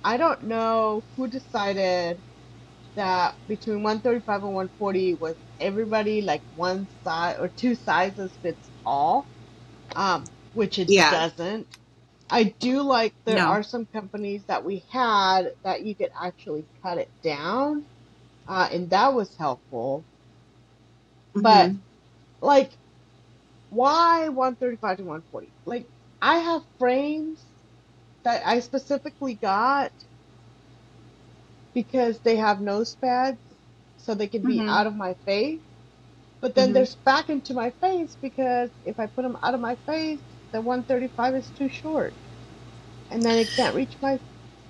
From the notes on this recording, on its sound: we had (yet another) round of technical difficulties this week so if the quality is kind of bad, deal with it.